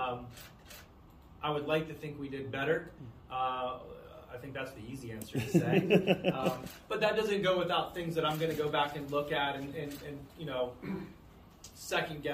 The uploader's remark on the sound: spoke to the media in the team's final NFL Draft Press Conference